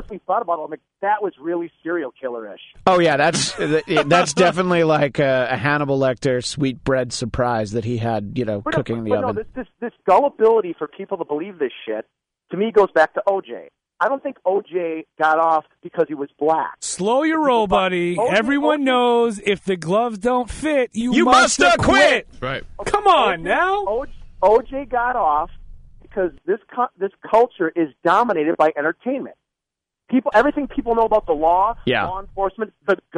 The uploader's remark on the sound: On the phone. Special in-studio guests.